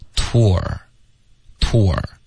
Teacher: 如果后面加一个 r。那其实他要发一个呜的音，所以嘴唇要嘟起来